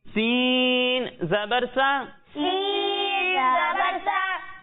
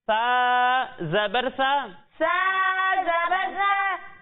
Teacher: جب ہم سا کی ادائیگی کریں گے تو اس میں سیٹی کی آواز ہی نہیں آئے گی · Shown in: second take